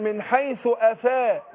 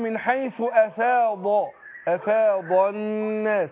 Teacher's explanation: ما هوش أفا لأن الفاء مرققة · Shown in: second take